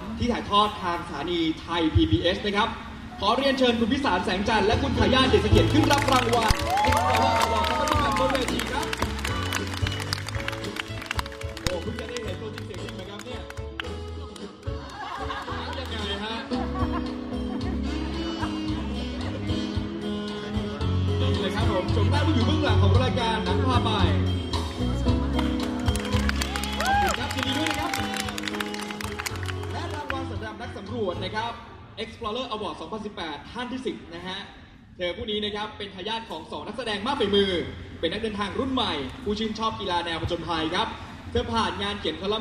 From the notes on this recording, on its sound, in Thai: เสียงจากงานมอบรางวัล Explorer Awards 2018 ของ National Geographic Thailand. วิดิโอถ่ายทอด live จากเพจของ Nat Geo Thailand ครับ.